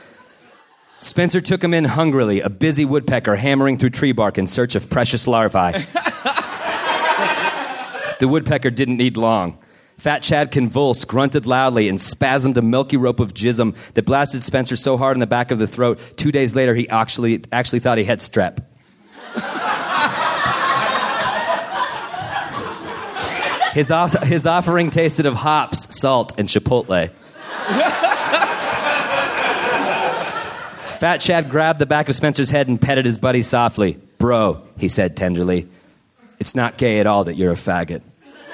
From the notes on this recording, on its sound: Recorded at the Bug Theater in Denver, October 13,2013.